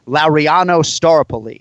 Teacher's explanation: And it's like he doesn't even emphasize any of the syllables in the last name. So you almost have to write the first syllable phonetically in caps, like Staropoli.